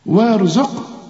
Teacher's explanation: ويرزق شوف القاف قلقلناه ليه عليها السكون